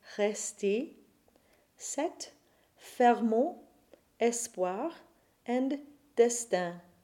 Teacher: when E is followed by two consonants, it becomes an open epsilon E · IPA: [ ɛ ]